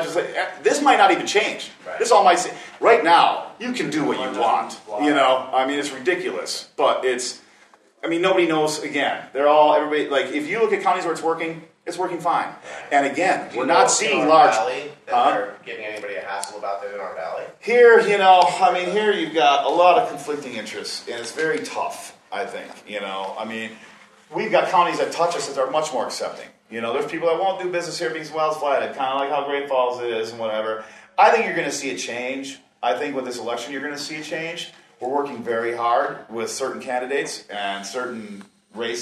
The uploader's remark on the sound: This is some audio from a Northwest MMGA meeting in Kalispell Montana from back in early October.